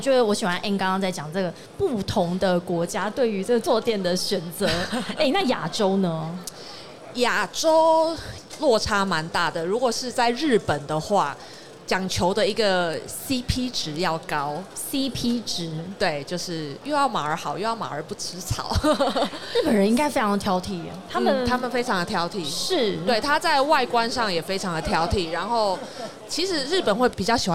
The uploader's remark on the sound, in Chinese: 2022 Taipei Cycle台北國際自行車展-Live Podcast